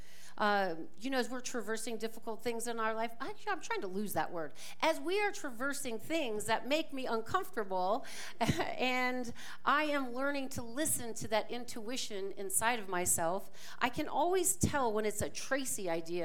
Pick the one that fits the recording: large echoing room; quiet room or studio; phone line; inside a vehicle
large echoing room